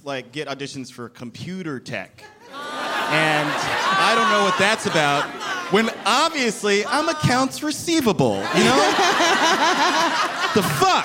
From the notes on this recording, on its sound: Recorded live at The Bell House in Brooklyn.